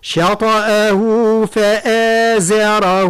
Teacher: الشين مرقة والطاء مفخمة ومقلقلة